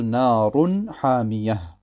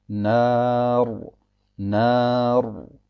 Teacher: Das Ra hat zwei Dhammas über sich, auch wenn die eine Dhamma auf dem Kopf steht, aber es sind dennoch zwei Dhammas, was signalisiert, dass wenn man das Wort mit dem nächsten Wort verbindet, man ein Nun aussprechen muss, das Saken ist · Shown in: first take · Wir sagen also Narun Hamiyah. · Term: Tanwin